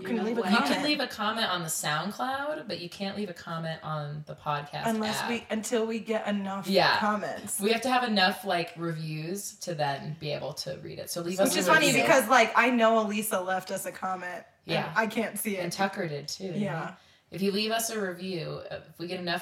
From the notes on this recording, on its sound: Featuring some jacked audio because we tried to be fancy with a new microphone.